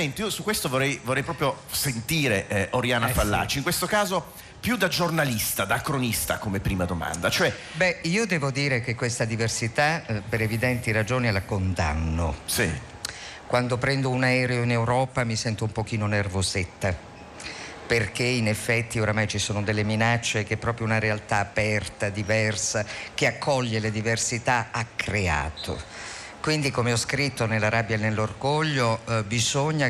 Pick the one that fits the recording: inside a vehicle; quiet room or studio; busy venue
busy venue